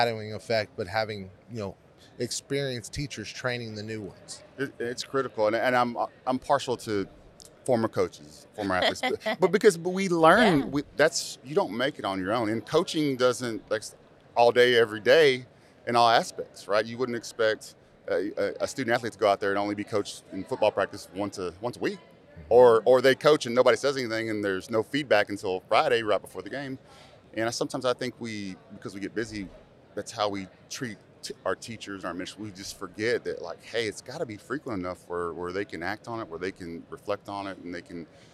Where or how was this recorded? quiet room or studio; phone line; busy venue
busy venue